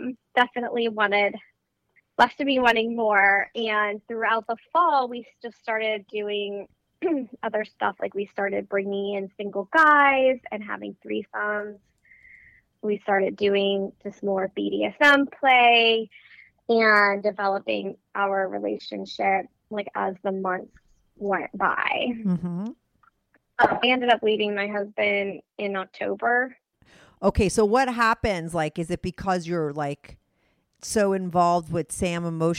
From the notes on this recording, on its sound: she called in to talk all about it